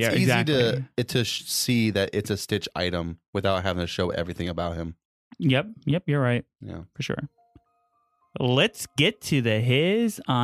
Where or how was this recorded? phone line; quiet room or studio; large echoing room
quiet room or studio